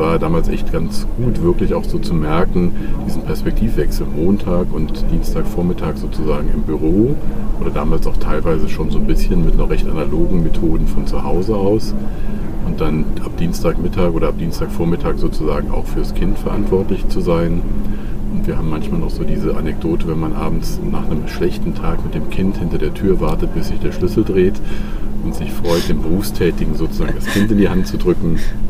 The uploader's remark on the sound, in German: Live-Episode von der ZP Europe